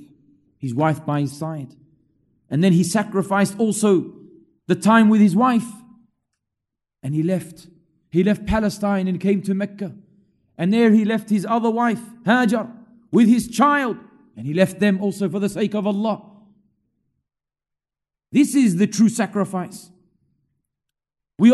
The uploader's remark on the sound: LIVE from Masjid Al-Azhar, Belmore